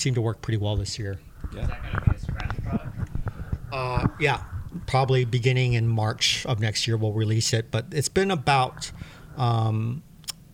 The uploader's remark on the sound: This was recorded during the event, and our cycling pros were feeling the energy from a day of great riding.